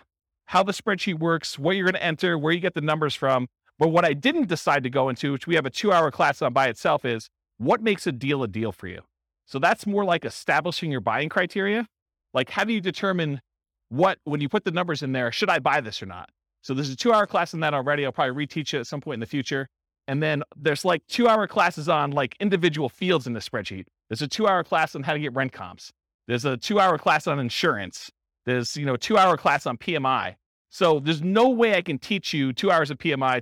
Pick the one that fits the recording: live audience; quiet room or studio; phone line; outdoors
live audience